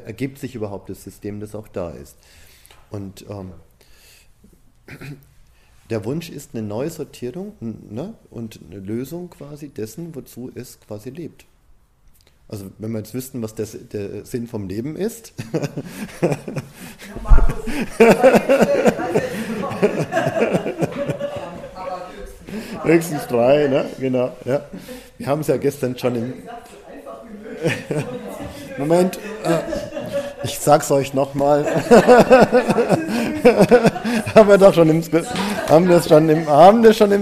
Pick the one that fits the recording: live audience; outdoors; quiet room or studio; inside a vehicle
live audience